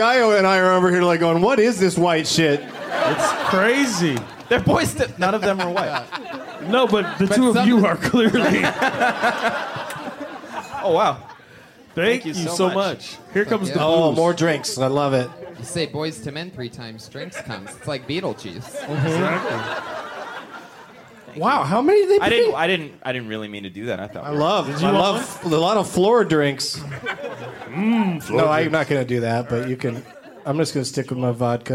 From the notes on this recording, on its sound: Live from the Punchline in Sacramento